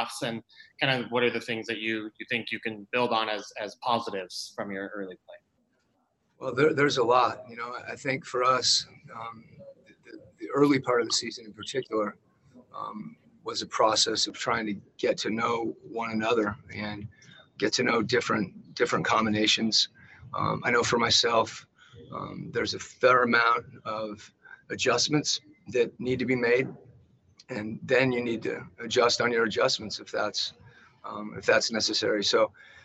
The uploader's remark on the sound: Addressed the media's questions in a Zoom conference after his team wrapped up practice inside the bubble in Orlando, Florida.